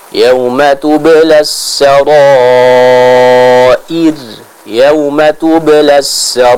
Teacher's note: Dan pada kata as-sarair ya, ada dua hal. Yang pertama ra-nya kita panjangkan 4-5 harokat. Dan yang terakhir huruf ra yang ada di akhir ayat kita baca dengan tipis ya.